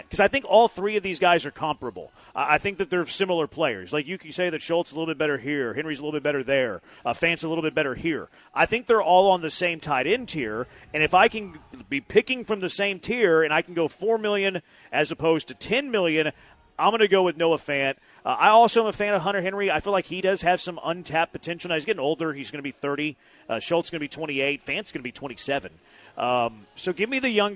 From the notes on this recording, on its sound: live from The Decoy